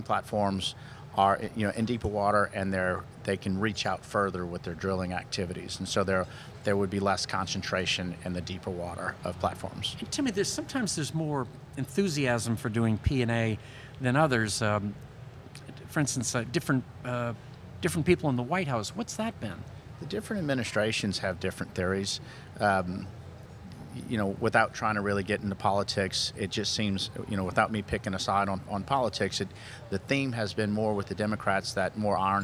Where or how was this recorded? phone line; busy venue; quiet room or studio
busy venue